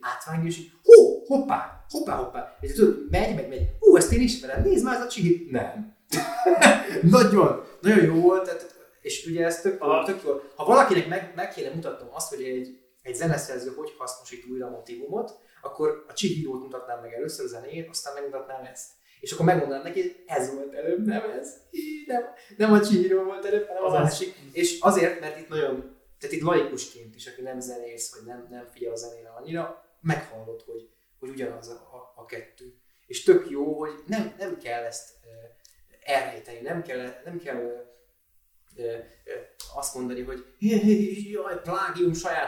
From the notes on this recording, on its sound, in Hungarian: Az Adás sajnos felvételre alkalmatlan körülmények között készült, reméljük elnézitek nekünk.